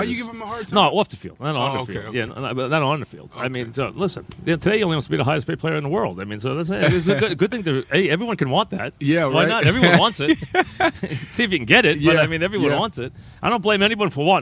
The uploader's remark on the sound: live from Giants camp